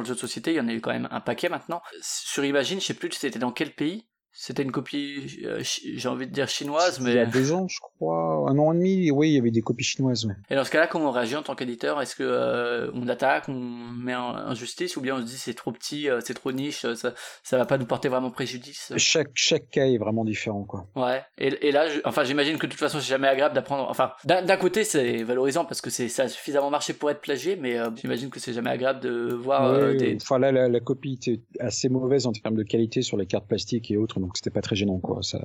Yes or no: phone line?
no